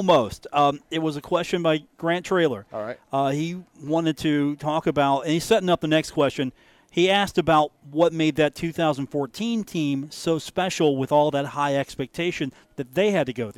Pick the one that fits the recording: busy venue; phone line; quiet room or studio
busy venue